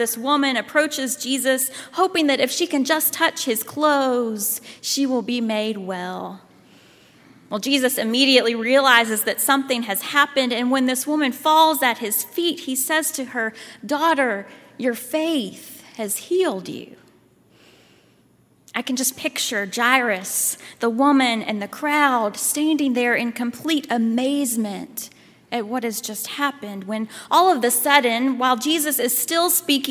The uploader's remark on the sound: at Highland Baptist Church, Louisville, Kentucky